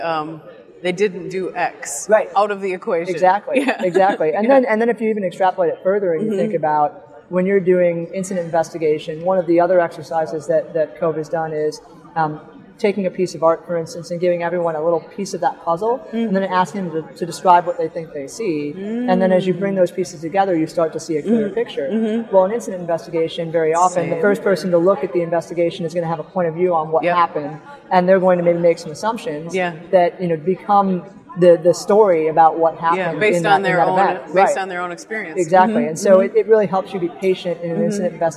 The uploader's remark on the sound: Live on the Expo floor of the NSC Congress.